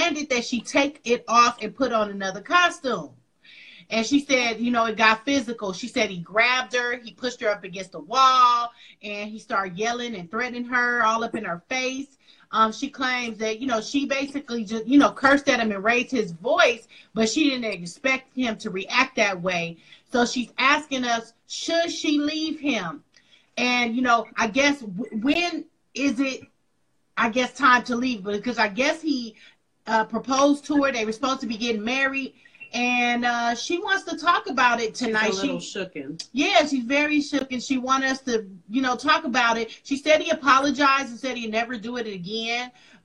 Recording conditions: video call